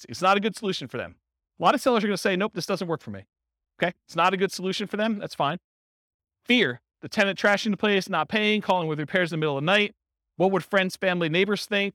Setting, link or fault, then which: setting, live audience